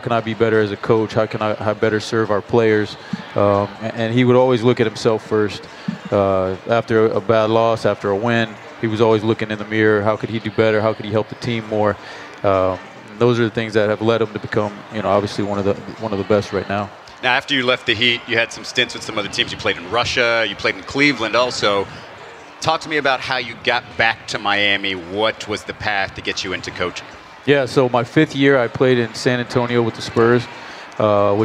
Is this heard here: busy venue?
yes